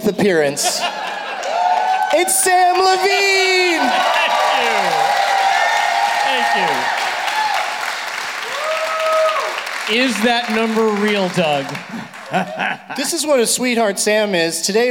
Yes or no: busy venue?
yes